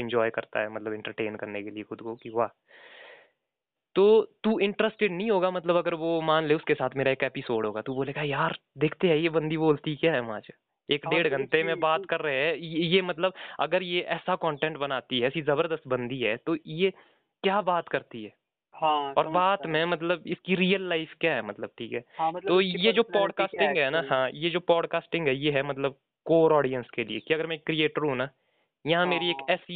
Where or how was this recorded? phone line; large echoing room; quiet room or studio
phone line